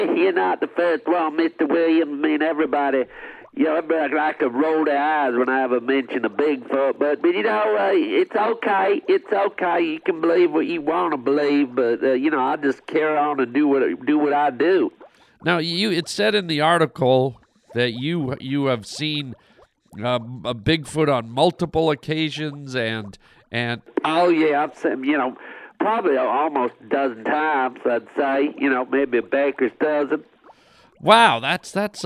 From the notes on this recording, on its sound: phone calls from listeners